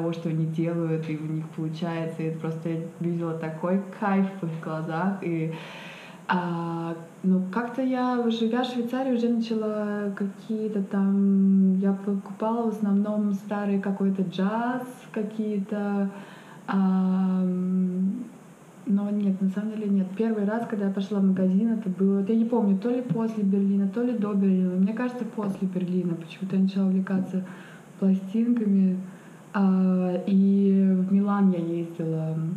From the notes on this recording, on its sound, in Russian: микрофоны перед нашими лицами стоят просто так, потому что я случайно не сохранил аудиодорожку и то, что вы услышите - будет звуком записанным на GoPro